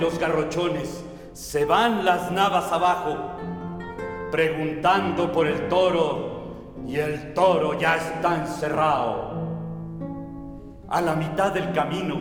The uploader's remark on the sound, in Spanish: Camaríssima es un ciclo dedicado a la música de cámara. En el Auditorio Blas Galindo de la Escuela Nacional de Música. Centro Nacional de las Artes (CENART).